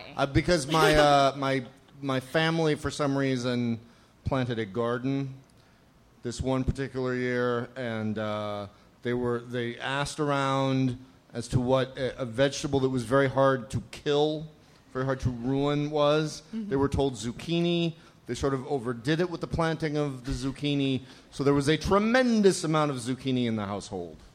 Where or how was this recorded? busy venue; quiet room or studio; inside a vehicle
busy venue